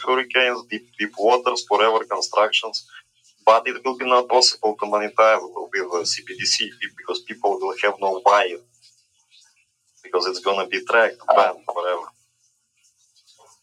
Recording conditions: poor sound quality